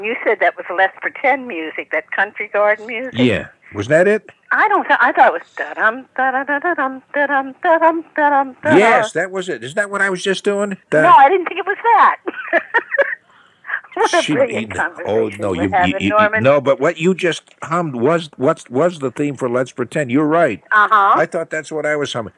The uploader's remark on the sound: On the phone from MC.